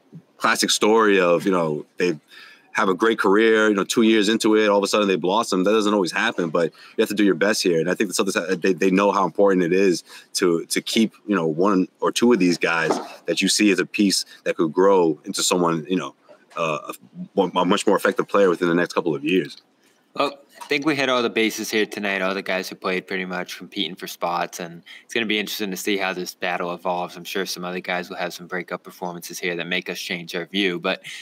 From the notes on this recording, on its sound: The Garden Report airs live after the Celtics' second preseason tilt vs the New York Knicks at Madison Square Garden! LIVE from MSG!